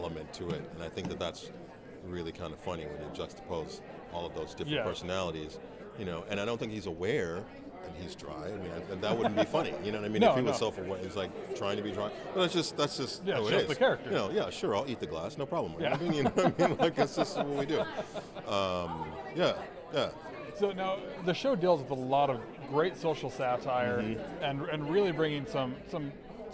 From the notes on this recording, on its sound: I am coming to you LIVE from the Blue Carpet at the 2018 Paley Festival in Los Angeles.